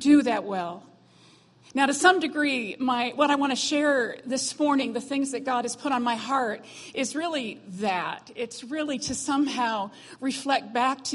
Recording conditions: large echoing room